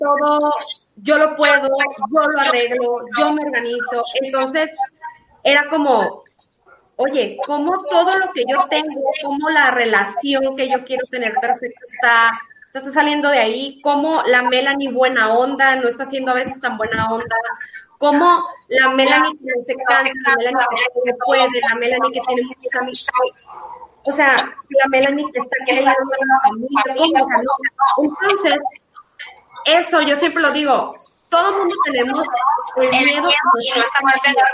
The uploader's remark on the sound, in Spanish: El audio de este episodio no es el mejor